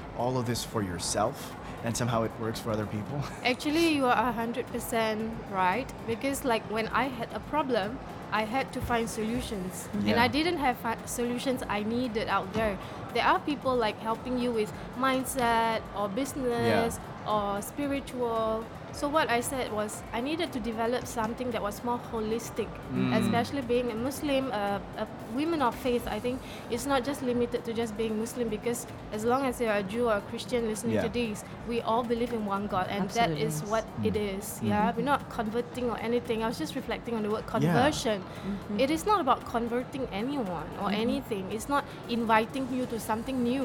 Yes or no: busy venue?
yes